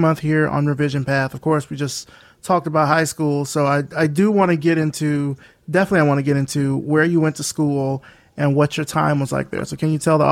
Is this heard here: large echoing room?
no